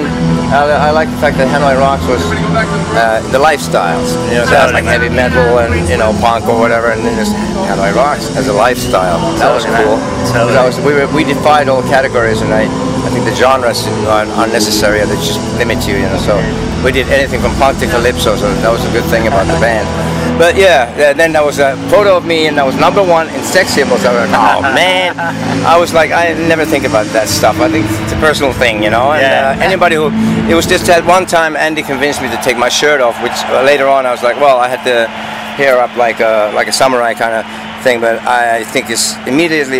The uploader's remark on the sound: Interview at Rock The Coast Festival Fuengirola, Spain.